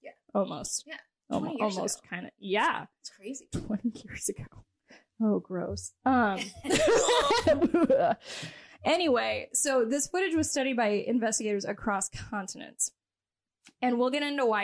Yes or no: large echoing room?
no